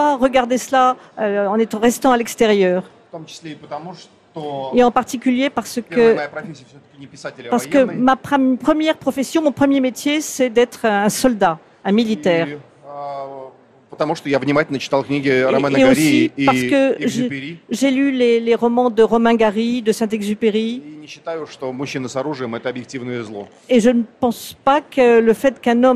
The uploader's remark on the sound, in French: En direct du Salon du Livre